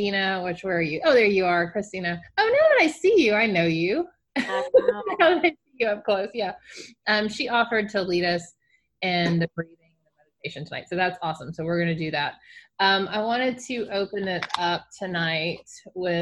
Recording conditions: video call